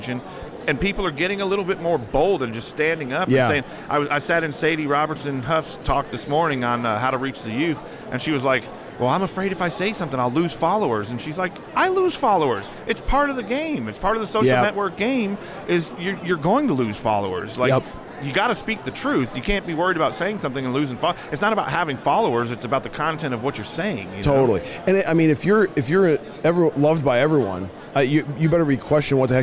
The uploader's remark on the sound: LIVE from NRB 2022!